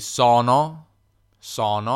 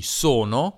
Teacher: io dico sempre O in questo modo, la O aperta · Shown in: first take